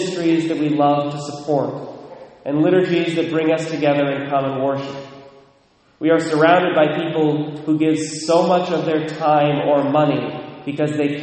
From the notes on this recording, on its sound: Recorded at Immaculate Conception, Mount Vernon, WA (9:00am)